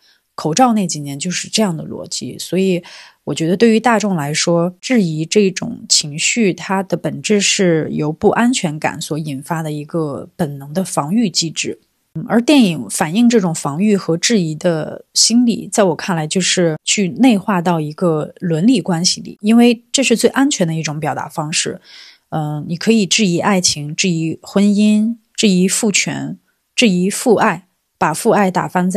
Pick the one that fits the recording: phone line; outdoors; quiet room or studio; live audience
quiet room or studio